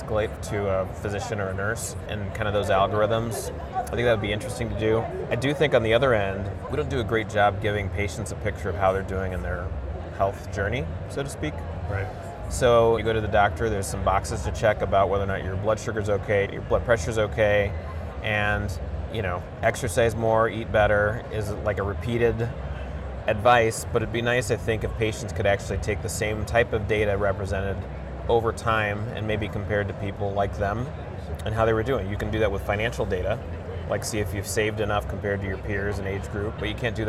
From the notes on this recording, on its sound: an Interview in Action live from ViVe 2023